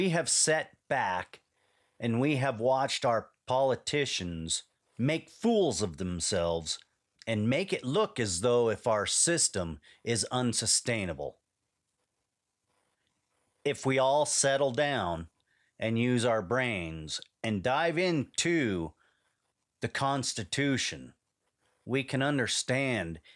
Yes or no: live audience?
no